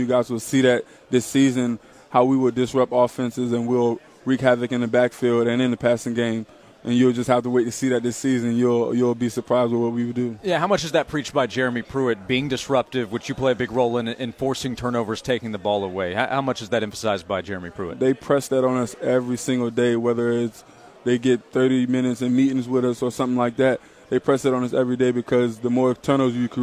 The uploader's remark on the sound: Joined Sports 180 live from SEC Media Days in Hoover.